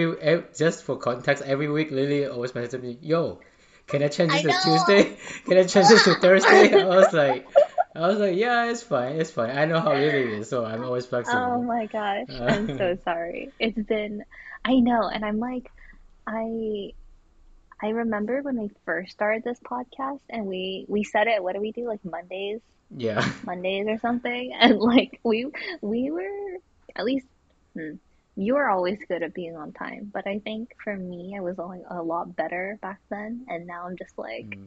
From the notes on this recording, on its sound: Apology for the background noise since I don't have a studio to record